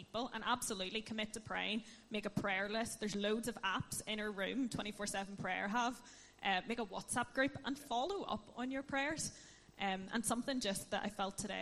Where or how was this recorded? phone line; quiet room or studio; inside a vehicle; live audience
live audience